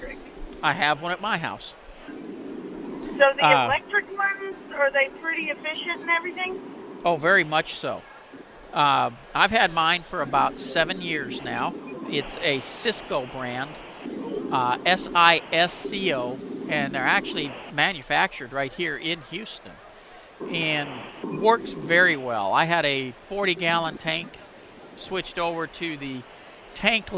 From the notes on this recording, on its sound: live from NRG